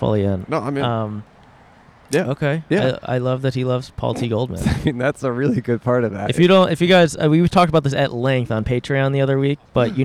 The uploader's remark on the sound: Outside AlienCon. Recorded 3/5/23 at the Pasadena Convention Center in California.